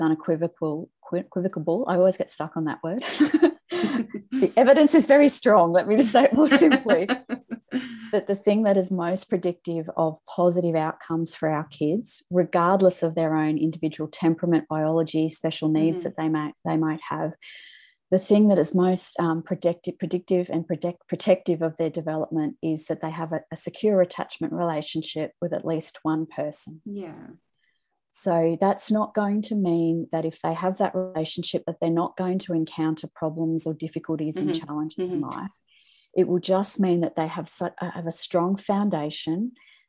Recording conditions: video call